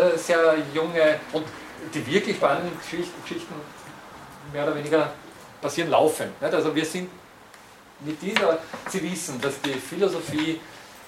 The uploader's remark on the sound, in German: Diese Vorlesung wurde von Studierenden der Uni Wien im Wintersemester 2011 aufgenommen.